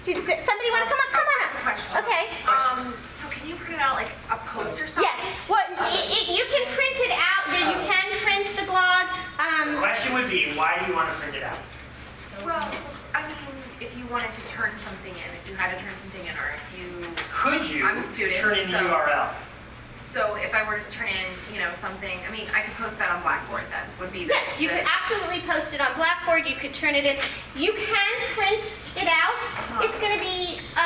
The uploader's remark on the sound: A recording of a live event from a presentation. At Temple University.